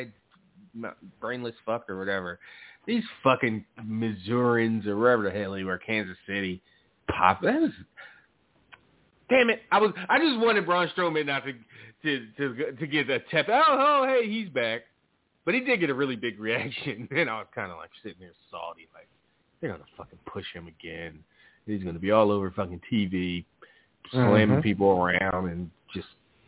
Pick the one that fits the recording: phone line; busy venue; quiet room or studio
phone line